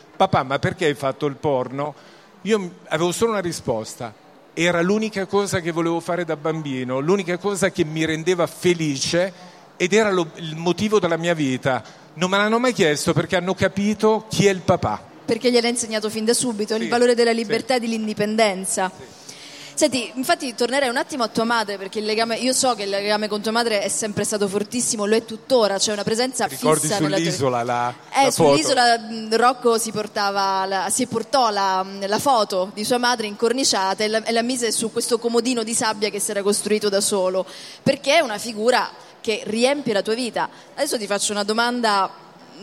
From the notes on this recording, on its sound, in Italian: In diretta dal Salone del Libro di Torino